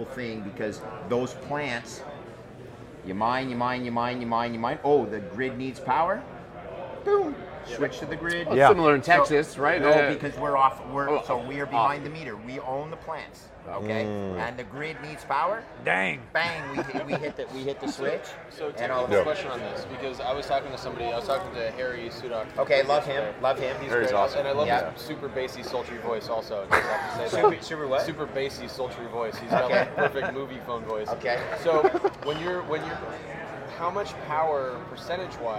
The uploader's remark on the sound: We sat down at Bitcoin Miami